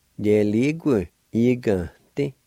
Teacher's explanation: the end sound is kind of nasalized